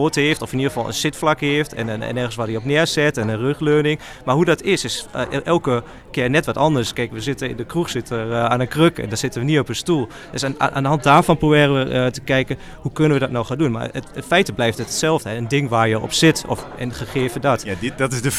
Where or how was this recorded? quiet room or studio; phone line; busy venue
busy venue